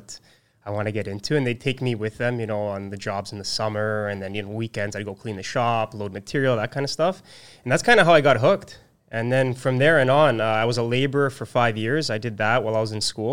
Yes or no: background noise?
no